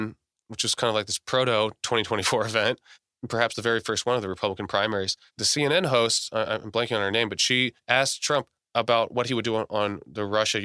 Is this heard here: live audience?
no